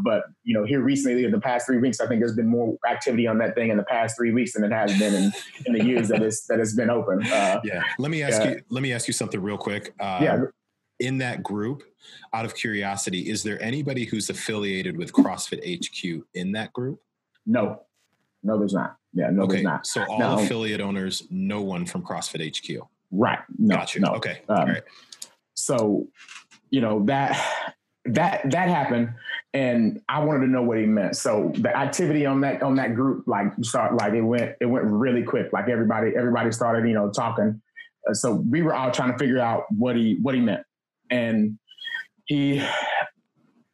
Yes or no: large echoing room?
no